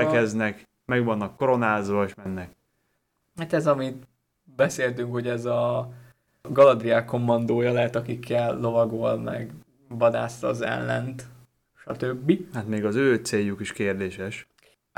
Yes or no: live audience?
no